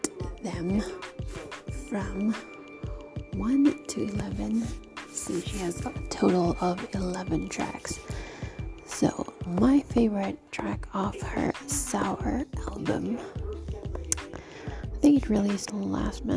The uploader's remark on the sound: Please ignore the background noise at the beginning of the episode.